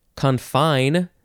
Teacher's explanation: Gotta emphasize the second syllable.